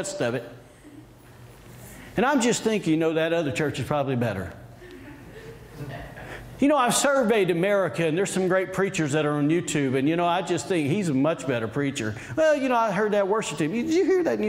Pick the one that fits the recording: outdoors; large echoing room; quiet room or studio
large echoing room